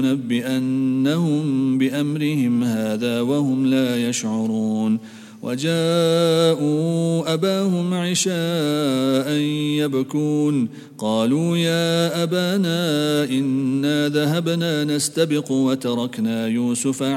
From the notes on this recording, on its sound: at the Houghton Masjid (West Street)